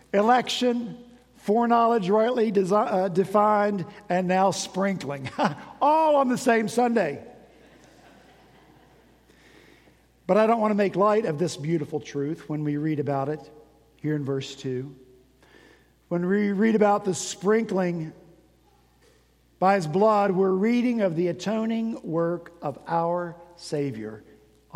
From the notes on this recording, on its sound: At Redeemer Presbyterian Church in Charleston, SC, our senior pastor continued his sermon series in First Peter.